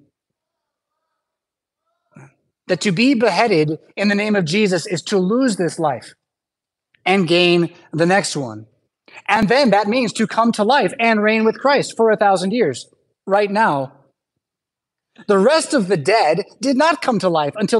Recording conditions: large echoing room